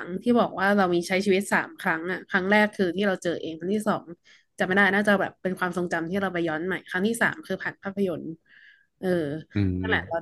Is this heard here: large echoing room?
no